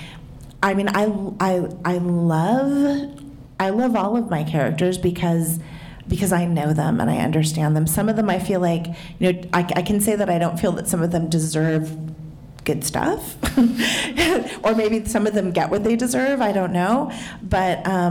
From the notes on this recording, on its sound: This conversation was recorded in front of a live audience at Literary Arts.